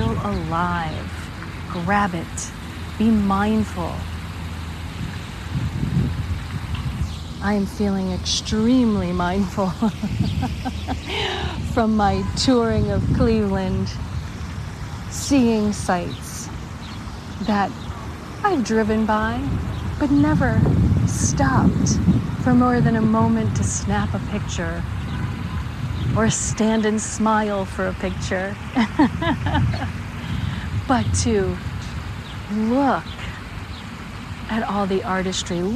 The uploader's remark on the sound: LIVE from the Fountain of Eternal Life Cleveland, Ohio. This is a special on location Walk and Talk of our Mindfulness Summer Tour 2022.